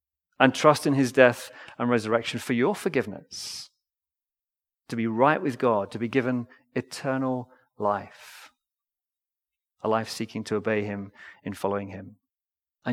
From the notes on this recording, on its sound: Recorded Live stream Sermon from Binscombe Church (BWS) 19th November 2023